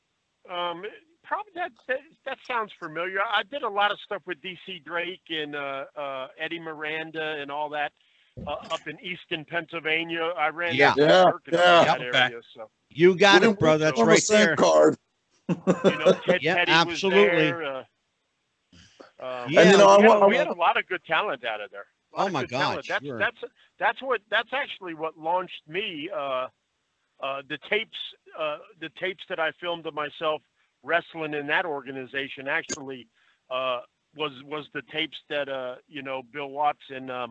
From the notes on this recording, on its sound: Take a phone call or two and will be joined by a very special call in guest.